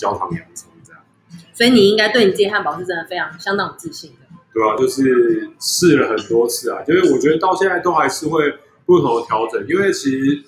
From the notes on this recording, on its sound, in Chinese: 我們出外景了，收音部分要再加強我知道。這集節目在Tiny Beertail Bar（小調啤）錄製。我這集邊喝啤酒邊錄音。